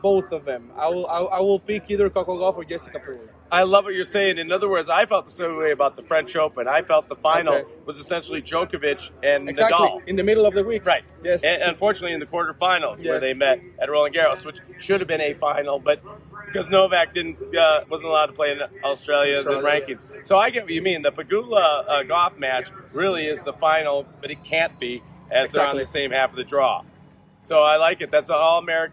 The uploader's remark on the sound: Live from WTA Guadalajara 2022